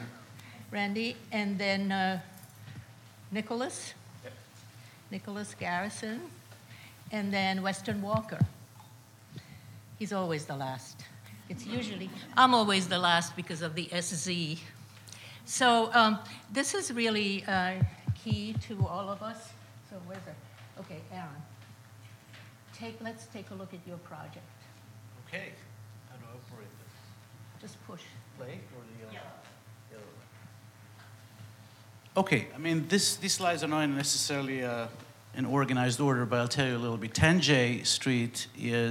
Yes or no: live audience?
yes